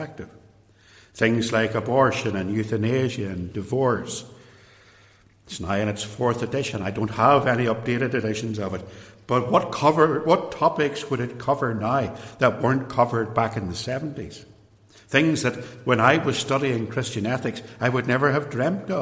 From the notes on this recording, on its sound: In this extract from a sermon preached at Templepatrick Reformed Church.